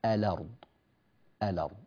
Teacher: من اللام المفتوحة ننتقل مباشرة إلى الراء الساكنة · Term: النقل